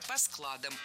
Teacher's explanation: Однако развозим товары по складам, ударяем корень.